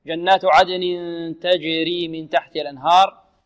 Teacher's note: بعده تاء، تنوين بعده تاء، حكم التنوين هنا الإخفاء، حكم التنوين الإخفاء، أي أن التنوين أخفي عند التاء